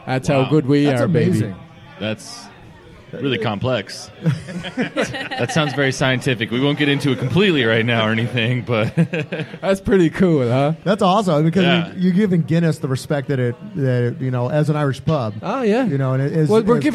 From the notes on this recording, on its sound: Recorded live at Brendan's Irish Pub.